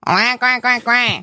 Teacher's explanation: Cette fois-ci, c'est quelque chose de nasillard. C'est le twang, ça se passe au niveau de l'épiglotte. C'est plutôt le canard.